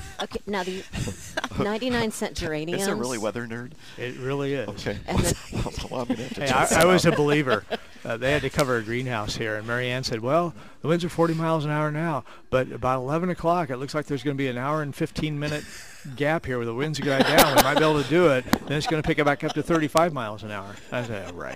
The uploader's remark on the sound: Live at Prairie Gardens